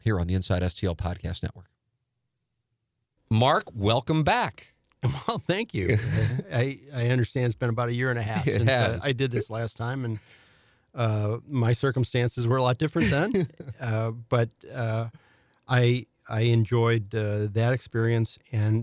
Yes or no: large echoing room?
no